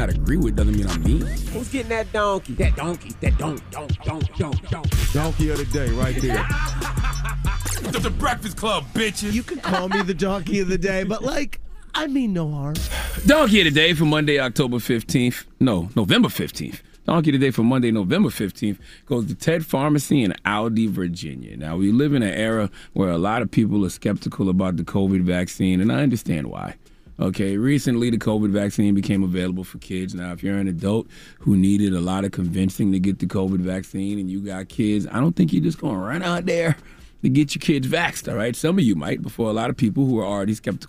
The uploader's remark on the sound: Today on the show we had to open up the phone lines.